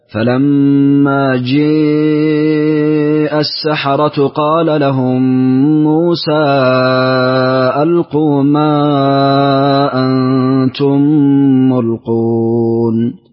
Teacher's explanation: ثم قرأ لابن ذكوان بالإمالة في لفظ جاء